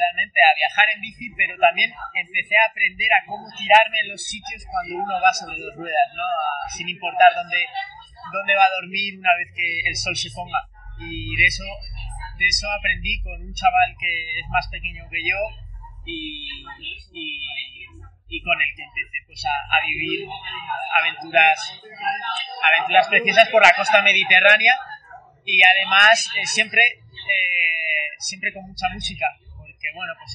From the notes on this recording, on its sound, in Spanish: Andaba por Madrid. La calidad del audio no es muy buena y pedimos disculpas por ello, estábamos en un bar y había más gente.